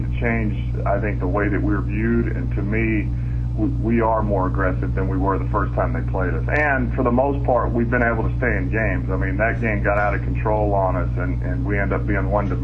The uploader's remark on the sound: Opponent Conference Call. Miami Dolphins Interim Head Coach Speaks with the New York Media.